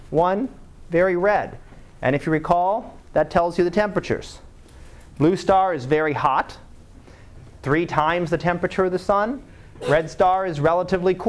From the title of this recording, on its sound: Live Class Lecture